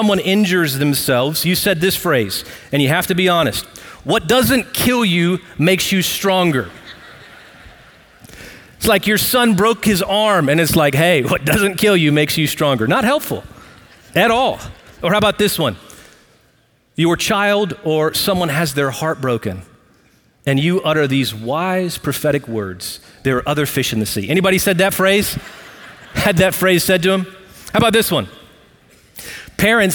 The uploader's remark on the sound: Recorded live at Brookwood Church on 08.20.2023.